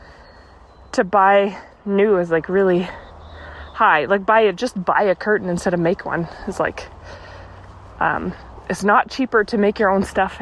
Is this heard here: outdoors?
yes